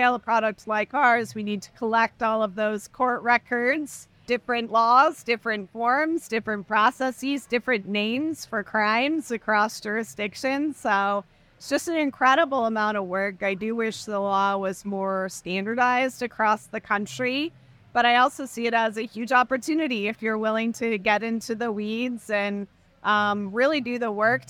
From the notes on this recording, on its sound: We take you inside Clio Con , the annual legal technology conference. Clio Con Clips Mini-Series.